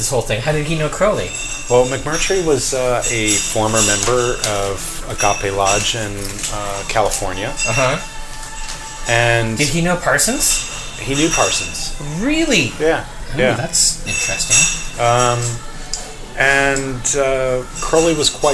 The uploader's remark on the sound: We recorded this episode at Hopworks Urban Brewery. We recorded this episode at Hopworks Urban Brewery and tried a number of their beers.